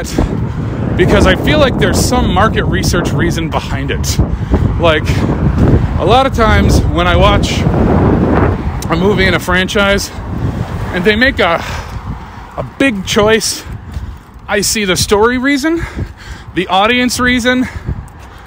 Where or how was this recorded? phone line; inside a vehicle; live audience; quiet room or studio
inside a vehicle